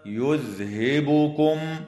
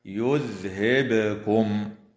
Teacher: كما يفعل بعض المبتدئين خطأ فيقرؤون خطأ هكذا يذهبكم، وهذا خطأ، والصواب القراءة بإسكان الباء مقلقلة · Shown in: second take